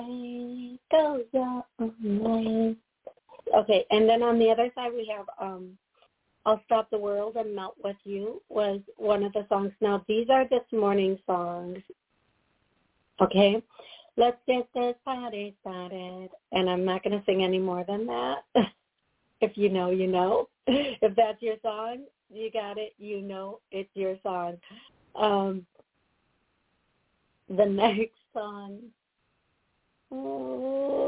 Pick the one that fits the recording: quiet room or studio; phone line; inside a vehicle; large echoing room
phone line